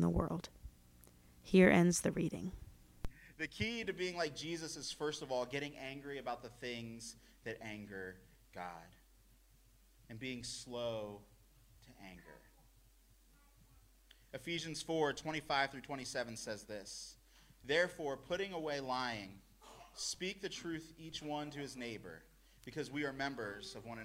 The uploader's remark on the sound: We had some technical difficulties this week, so we're missing the beginning of our sermon this week.